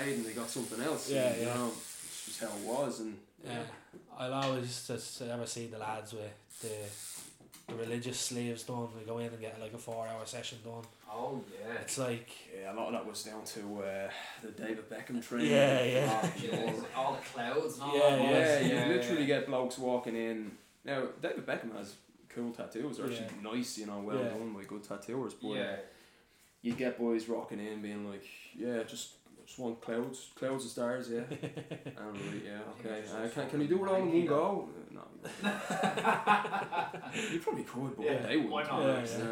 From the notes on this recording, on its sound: We apologize for the sound as this was the first time we ventured out of the studio with the mic.